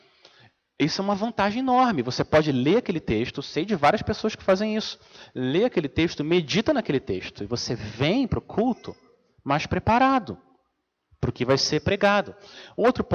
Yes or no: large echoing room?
yes